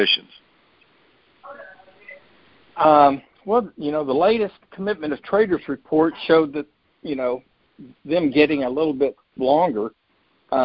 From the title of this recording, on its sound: Monthly Conference Call